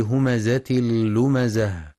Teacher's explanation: ويراعى بيان صفة الصفير في الزاي مع تحقيق كسر اللام المشددة والوقف على التاء المربوطة هاء ساكنة مع بيان صفة الهمس.